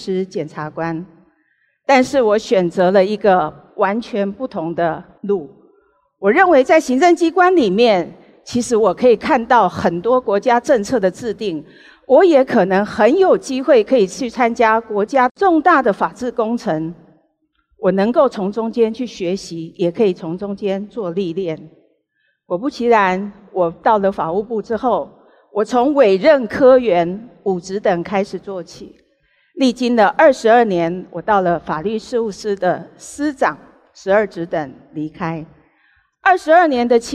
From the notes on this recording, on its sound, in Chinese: 本集節目取自【2023突破者知識跨年饗宴】現場錄音。